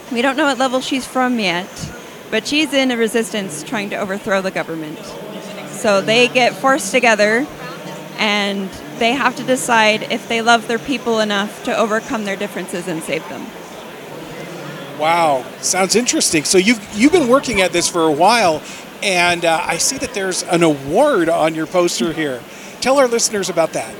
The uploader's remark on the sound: Live From DragonSteel 2023